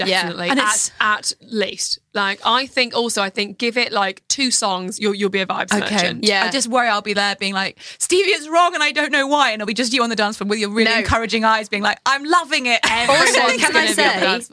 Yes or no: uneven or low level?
no